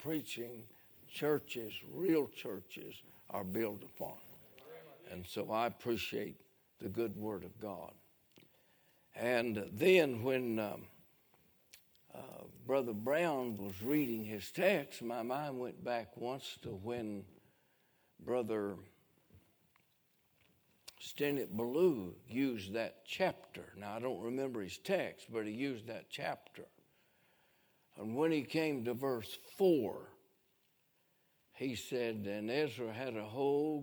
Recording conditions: large echoing room